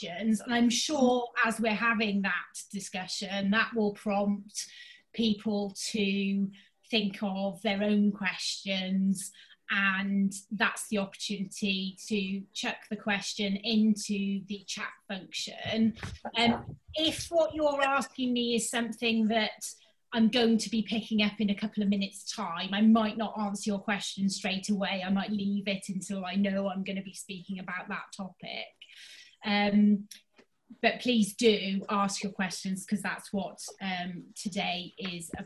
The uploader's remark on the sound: HR Insights came back in September 2020, this time as a virtual event.